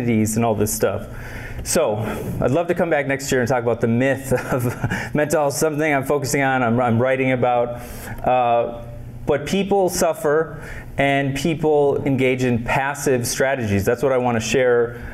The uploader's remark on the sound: Lecturing at Minnesota State University, Mankato on October 25th, 2022, for an annual mental health conference.